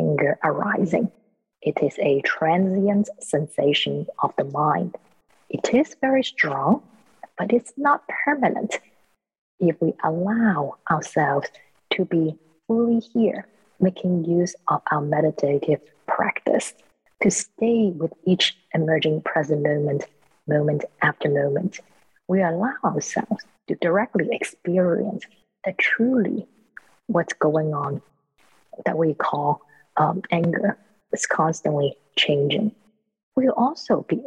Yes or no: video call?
yes